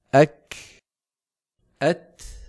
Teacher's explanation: الشدة والهمس في الكاف والتاء صفتان على الترتيب، فهذان الحرفان شديدان في أولهما مهموسان في آخرهما